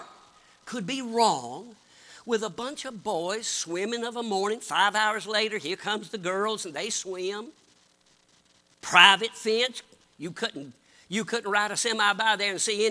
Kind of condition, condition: setting, large echoing room